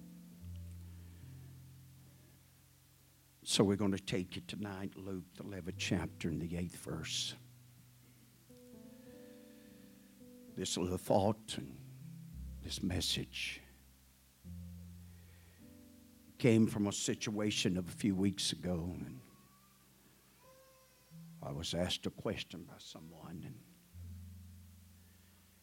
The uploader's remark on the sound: At the First Jesus Name Church of Benndale on the Sunday night.